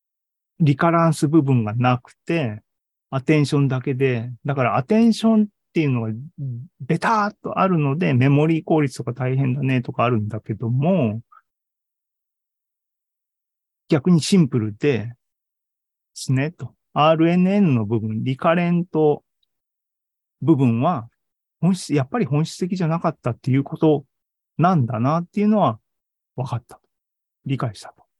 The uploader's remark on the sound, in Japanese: ２０２３年２月２２日に開催した ZOOMライブの模様です